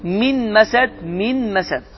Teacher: qunnə ilə bir yerdə. Səs burundan çıxır. · Term: İdğam məlğunla